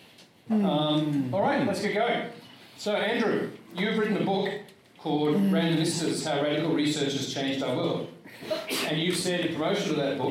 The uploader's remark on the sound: Australasian AID Conference, ANU. A Keynote panel at the Australasian AID Conference 2020. Barton Theatre.